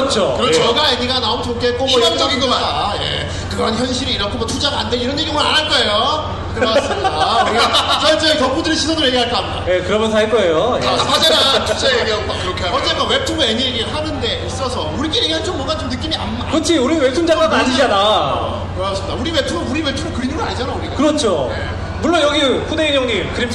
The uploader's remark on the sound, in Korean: 부천만화축제 Live